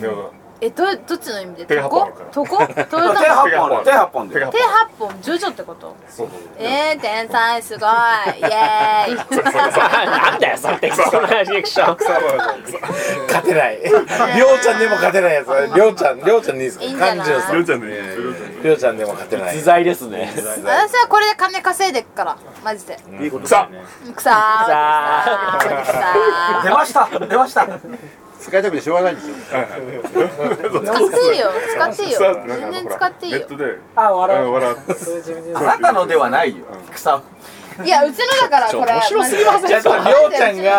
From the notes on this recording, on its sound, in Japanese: 外国人客も増えてSMOCHOらしさが戻って来た！今回の収録は、12月2日に開催したSMOCHO35で開店前から閉店まで断続的に行いました。